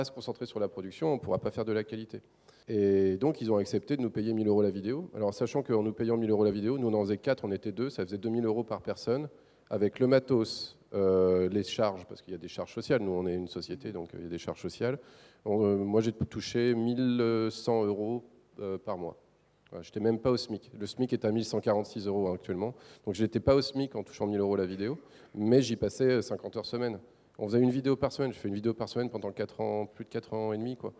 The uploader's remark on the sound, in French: L'émission à été enregistrée lors du 1er Forum du Jeu Vidéo de Livry-Gargan le 30 janvier 2016.